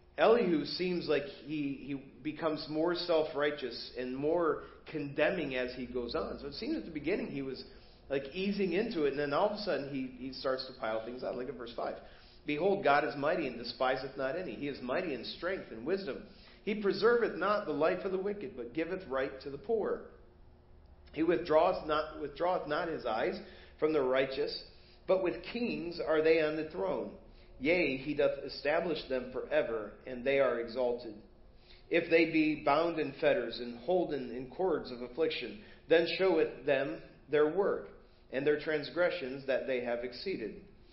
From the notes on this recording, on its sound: Preached at First Baptist Church of Hazel Park